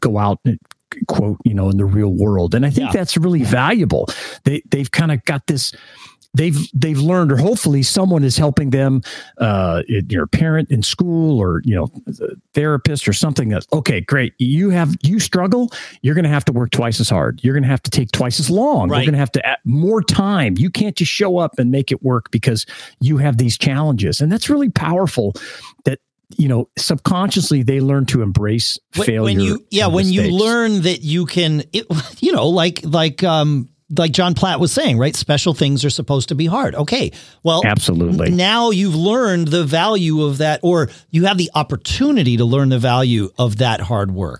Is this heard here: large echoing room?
no